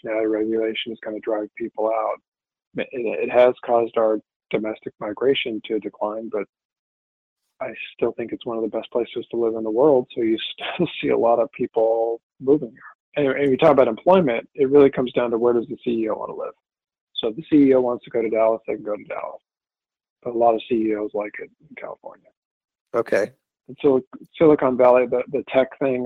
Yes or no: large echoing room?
no